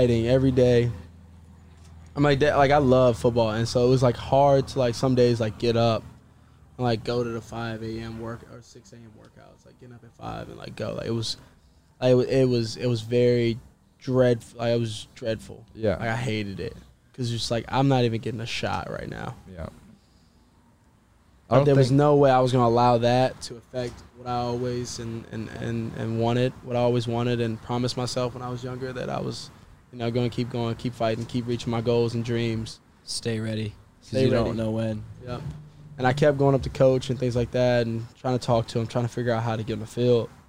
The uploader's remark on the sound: in the truck after practice